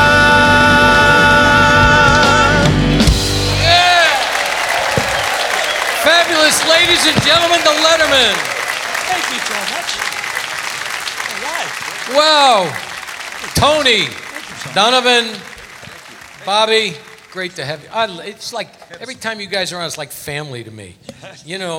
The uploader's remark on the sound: Live at the SouthPoint